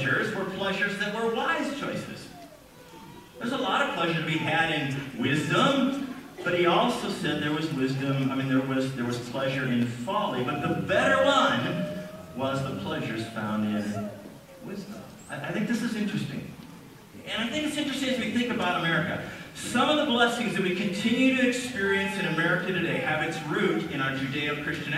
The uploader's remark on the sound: We apologize for the quality of audio as we were having technical difficulties this Sunday.